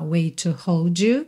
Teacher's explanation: Wait com to, junta num T só